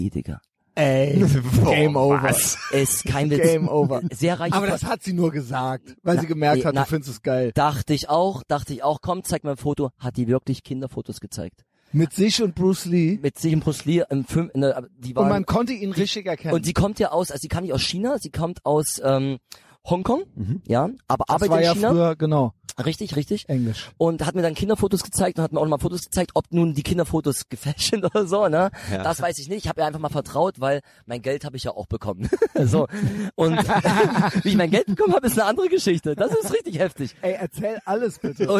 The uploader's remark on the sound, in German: Aufgenommen im Garten